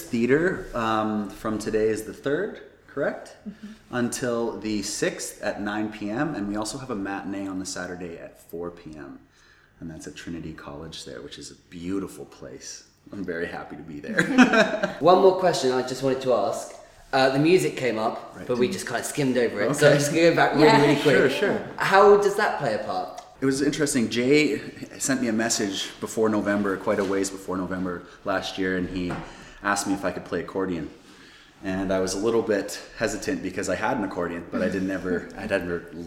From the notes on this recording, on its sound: We're coming to you direct from the International Dublin Gay Theatre Festival where we're performing our show Bleach.